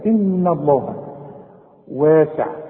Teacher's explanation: لازم نرقق الهاء بتاعت لفظ الجلالة إن الله واسع ما نقولش واسع وا واسع لا واسع واسع